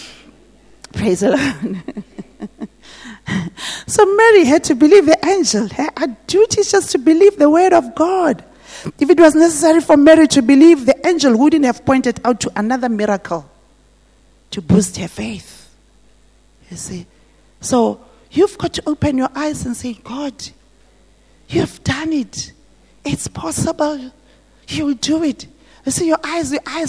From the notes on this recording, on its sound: This message was preached at GTCFC City Campus.